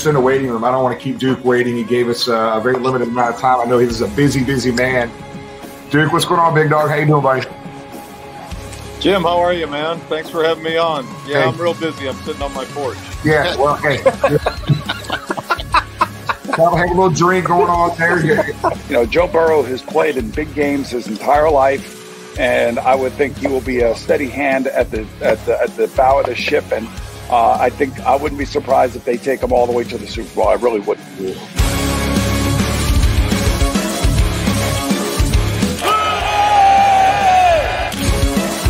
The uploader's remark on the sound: live from the Holy Grail down at the Banks